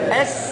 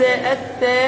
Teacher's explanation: من طرف اللسان مع إخراج جزء من اللسان · Shown in: second take